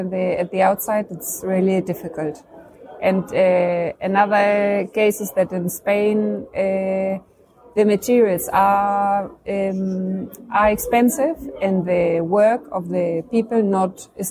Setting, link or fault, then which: setting, busy venue